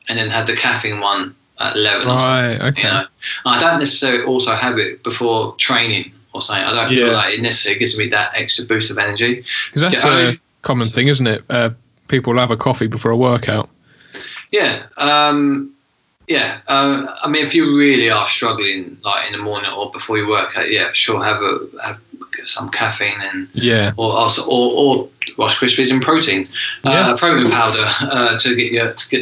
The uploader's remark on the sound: This episode was recorded over Skype due to the coronavirus lockdown safety measures.